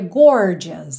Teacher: No inglês americano seria gorgeous, a gente teria o R enrolado. Como aqui não enrola o R, fica mais fácil de passar mais rapidamente por essa palavra.